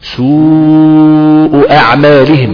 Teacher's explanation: في اوتار صوتية عمالة تترعش جوه عشان ده حرف مد